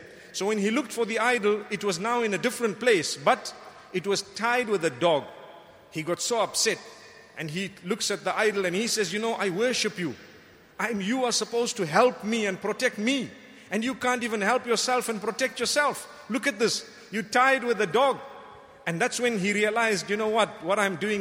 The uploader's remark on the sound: Delivered at Tuanku Mizan Zainal Abidin Musjid Ramadaan 1435